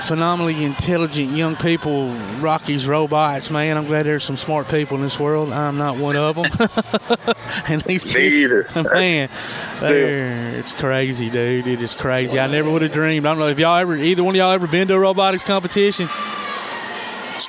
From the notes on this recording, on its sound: Live at the BEST Robotics tournament at Calhoun.